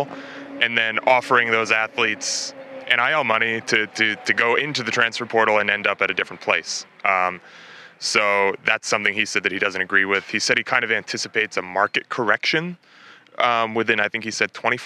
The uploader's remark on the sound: Shared their thoughts about the event outside of Beaver Stadium.